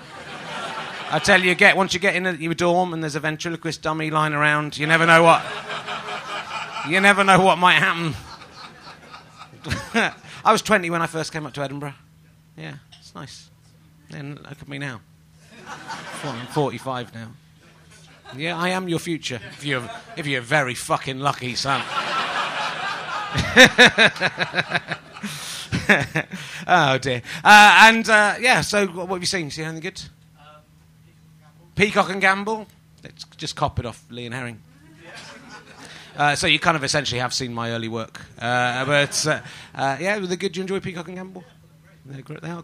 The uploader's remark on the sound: Edinburgh Fringe Podcast 2012